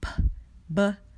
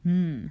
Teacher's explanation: the bilabial sounds are made using both of our two lips